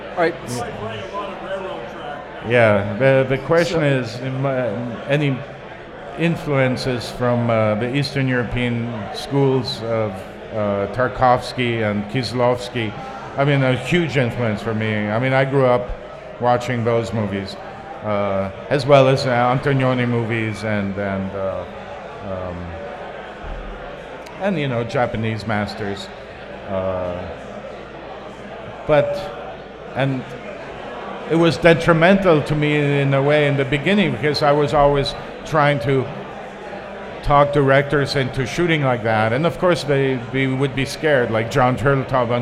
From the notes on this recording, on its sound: LIVE at Hot Rod Cameras “Cine Beer” Summer Bash! In our first ever LIVE podcast.